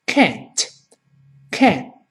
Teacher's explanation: 到了美音就简单了，就是直接发成哎，哎这个声音。Can't– can't 就是这么读的。读快了之后呢，同样后面那个 can't 后面那个“t”又会失去爆破，只是做一个动作，但是听不到“t”这个声音。那有同学跟我说，那究竟是能还是不能分不开了嘛，对不对？你说，呃，能